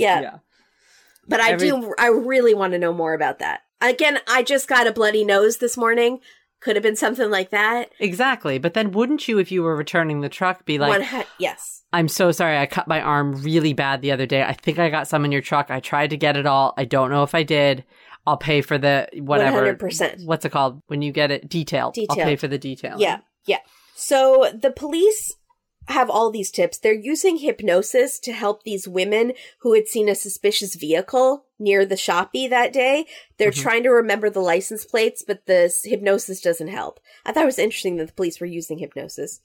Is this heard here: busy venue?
no